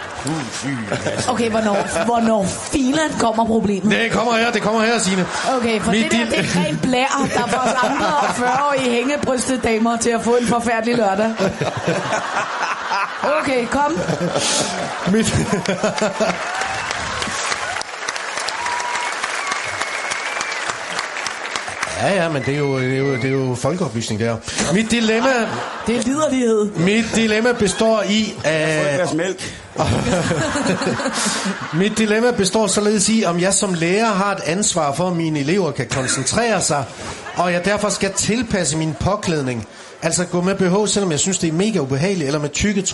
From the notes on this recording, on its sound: På P4 live fra Sherwood.